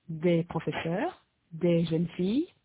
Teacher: Note that the s in des and les is not heard before a consonant.